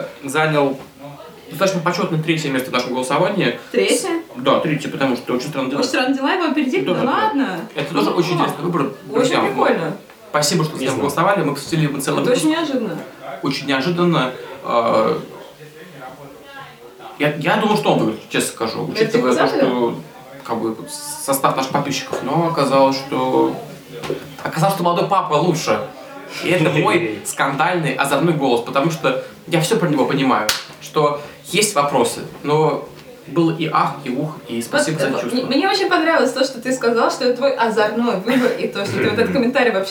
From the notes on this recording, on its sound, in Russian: Извините за качество звука: эпизод записывался на корпоративе Телекинеза.